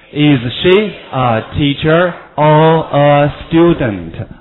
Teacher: 选择疑问句两项，那么一般来说，这个前面读什么呢？升调，后面读什么呢？降调。